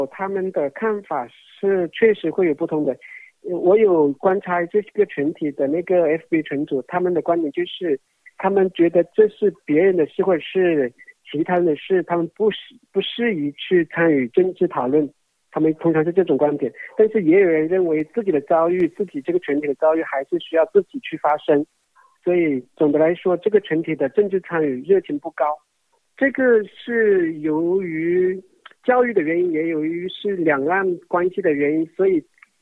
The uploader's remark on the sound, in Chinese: 接受本台电话采访